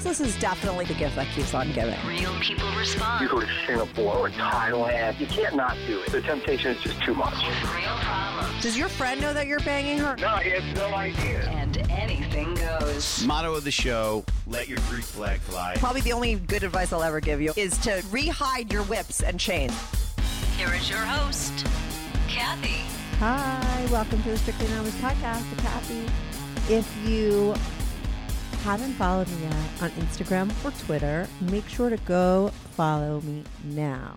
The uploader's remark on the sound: she called in to talk all about it